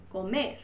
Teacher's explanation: Comer no lleva la tilde porque tenemos ahí una palabra que la última sílaba es la fuerte